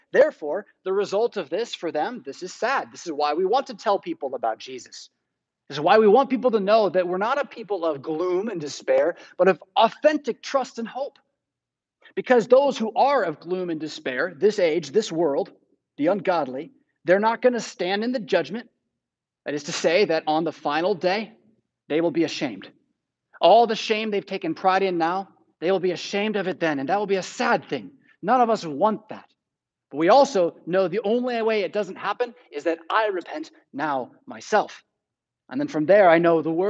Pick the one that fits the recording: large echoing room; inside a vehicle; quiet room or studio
large echoing room